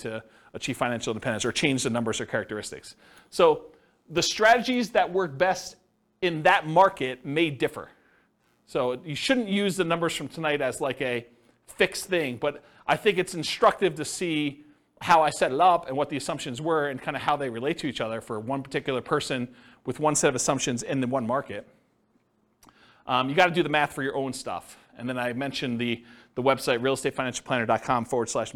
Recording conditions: live audience